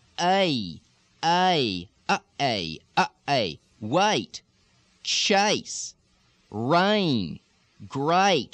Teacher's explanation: You can really feel that tongue glide forward with the resonance as the back of the tongue comes up and the tongue tip comes forward. · Term: long A